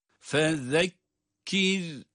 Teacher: sonra da cezimli olan ra, kendisinden önce esri olması itibariyle ince okunuyor.